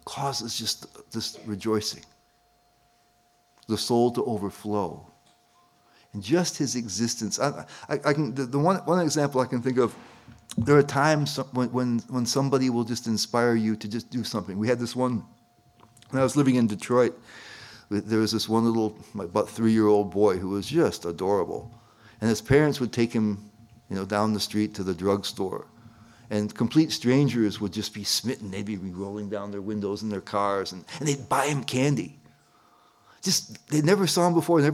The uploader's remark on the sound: at the ISKCON of DC temple in Potomac, Maryland